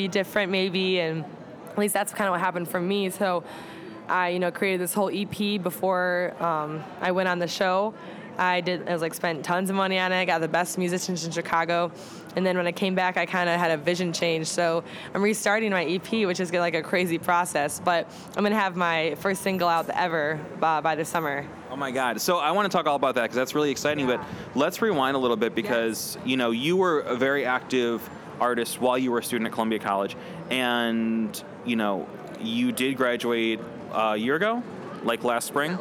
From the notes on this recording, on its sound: Interview recorded at SXSW 2018.